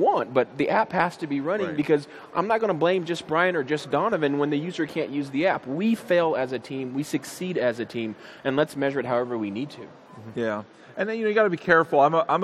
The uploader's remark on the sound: Live at Ignite 2015